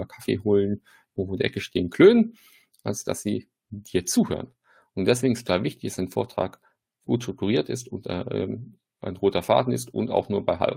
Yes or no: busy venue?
no